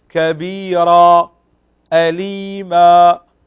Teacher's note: مد عوض، يمد بمقدار حركتين